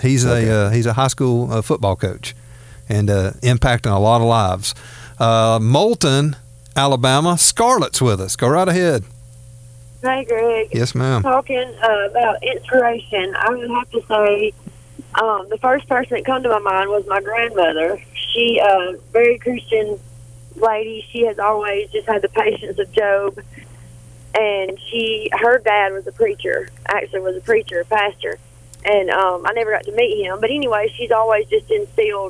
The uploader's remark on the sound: taking listener phone calls